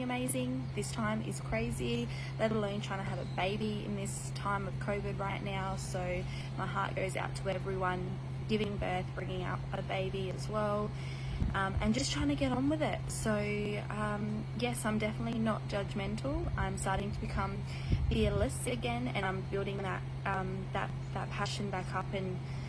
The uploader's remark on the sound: This episode has some background noise due to recording outdoors with an air con going